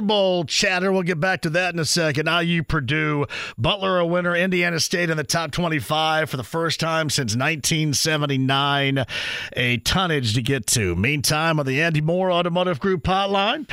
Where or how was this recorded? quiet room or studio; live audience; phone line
phone line